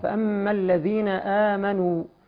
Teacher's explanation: آمنوا هنا طبعا مد بدل بمقدار حركتين